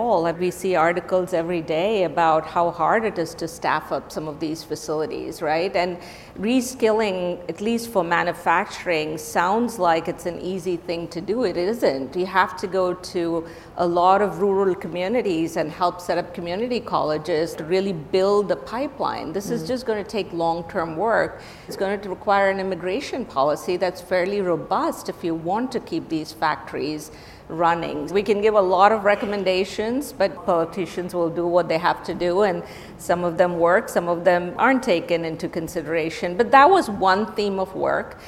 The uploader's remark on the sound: This conversation was recorded at WSJ’s CEO Council Summit on December 12, 2023. This conversation was recorded at WSJ’s CEO Council Summit.